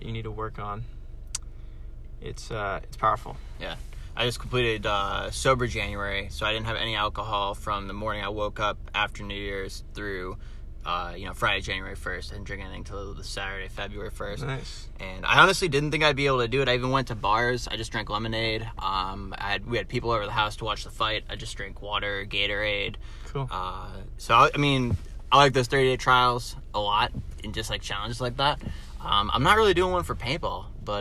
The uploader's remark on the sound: Recorded in my car at Boston Paintball.